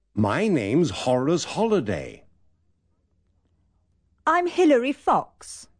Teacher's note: la letra H se aspira fuertemente